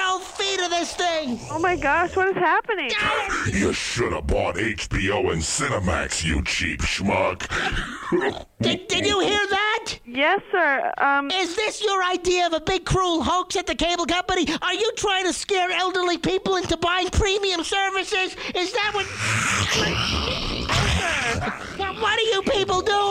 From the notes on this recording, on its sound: Prank Phone Calls